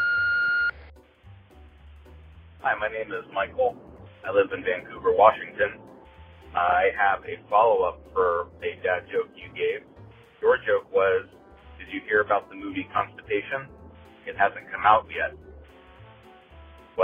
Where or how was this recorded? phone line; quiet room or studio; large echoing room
phone line